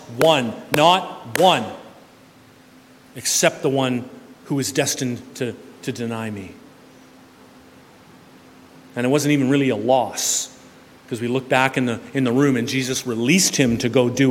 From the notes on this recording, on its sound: This sermon was preached at New West Community Church, British Columbia.